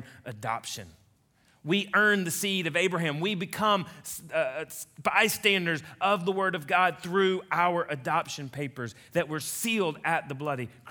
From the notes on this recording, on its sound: a message he delivered to Colonial Heights Baptist Church in Ridgeland, Mississippi